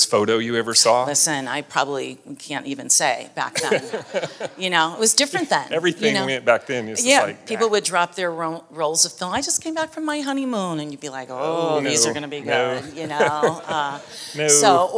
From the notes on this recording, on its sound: This special episode of the How I Got Here podcast was recorded in front of a live audience at the 2023 Tallahassee Chamber Annual Community Conference in Amelia Island.